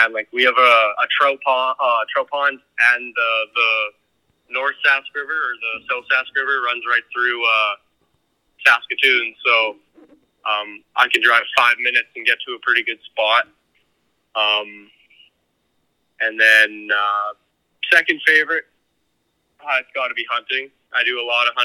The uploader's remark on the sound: Is joined in the studio. The guys are joined by phone in guest.